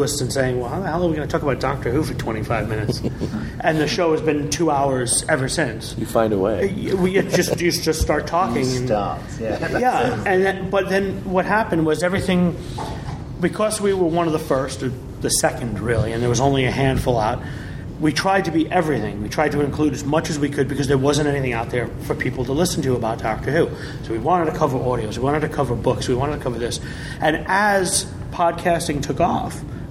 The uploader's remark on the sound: This episode was recorded both at and a little after the Chicago TARDIS 2010 convention. This episode was recorded both at and a little after the Chicago TARDIS 2010 convention. You will also hear some select audio clips from the podcast panel!